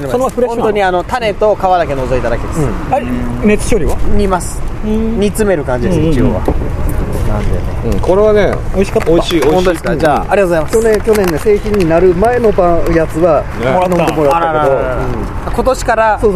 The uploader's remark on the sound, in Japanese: 山形屈指のオシャレスポット「ドライブスルー付きスターバックス」前のテラスからお届けします。究極のアウトドアサテライトスタジオ。目の前に止まったパトカーに怯えながらの収録です。総勢5人プラス飛び入り1名で好き放題に喋ります。